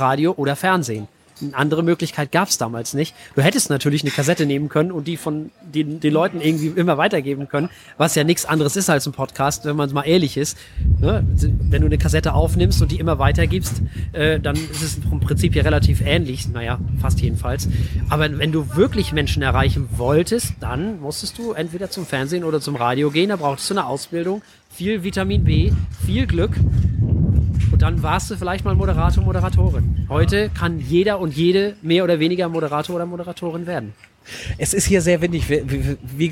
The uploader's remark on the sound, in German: Nach dem Dreh unterhielten wir uns bei einem Kaffee noch ein wenig und hielten es als Podcast-Episode fest. Aufgenommen wurde diese Episode auf einem Steg eines Cafés, direkt an der wunderschönen Alster. Daher kann es durchaus während dieser Aufnahme zu Windgeräuschen und auch Störgeräuschen kommen.